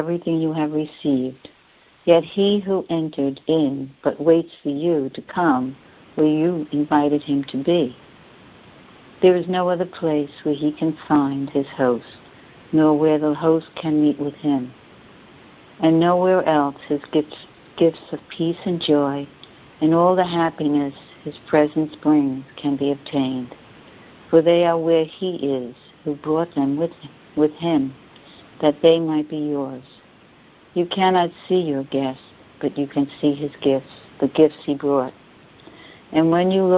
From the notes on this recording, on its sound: ACIM Daily TEXT Conference Call